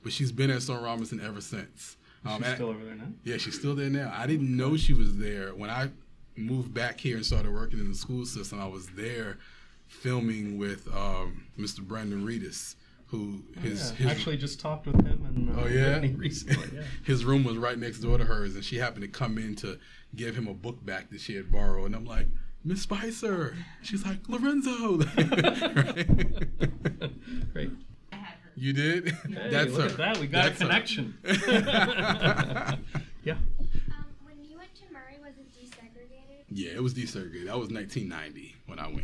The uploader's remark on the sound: This episode was part of a kick-off event with Community Middle School in Albemarle County Schools. It was recorded live with the students of the middle school as an audience.